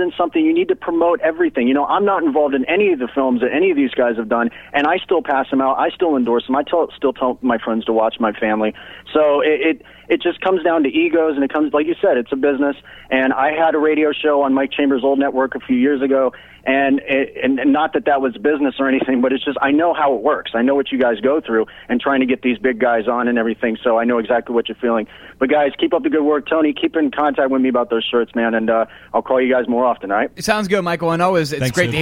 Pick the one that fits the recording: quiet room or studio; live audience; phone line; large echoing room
phone line